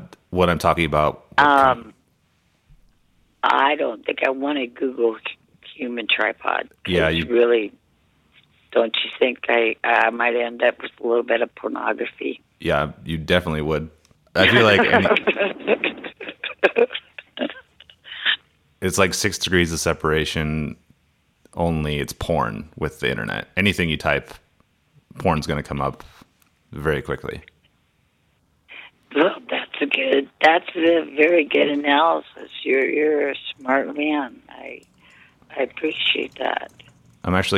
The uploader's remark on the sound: Our first ever call-in episode